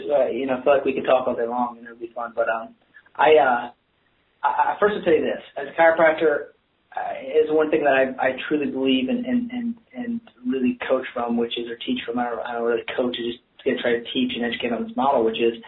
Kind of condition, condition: link, phone line